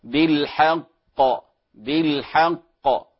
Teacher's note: إذا وقفت على كلمة الحق فهنا يصبح فيها قلقلة كما يقال كبرى أشد، يعني أكبر من صفة القلقلة الكبيرة.